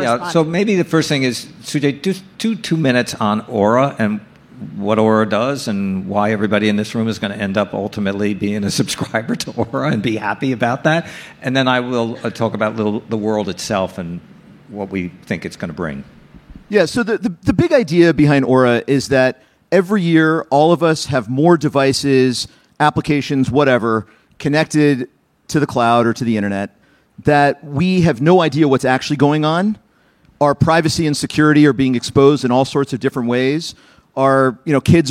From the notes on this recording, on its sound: Recorded March 2, 2022 at the Upfront Summit